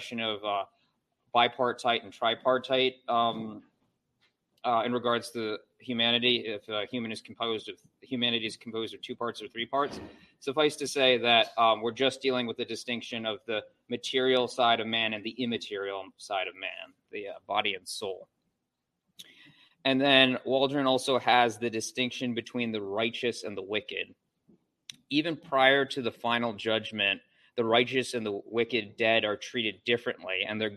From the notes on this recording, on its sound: A lesson from Covenant Reformed Baptist Church in Warrenton, VA. At the end of this clip it cuts out due to the church internet going out.